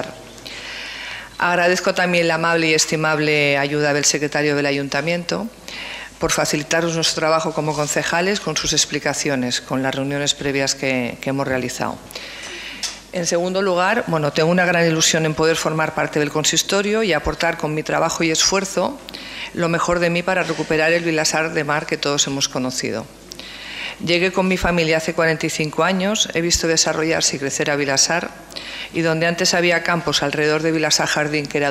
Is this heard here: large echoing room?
yes